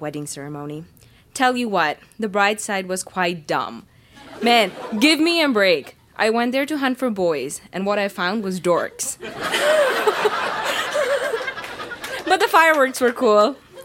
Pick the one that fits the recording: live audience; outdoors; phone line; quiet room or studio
live audience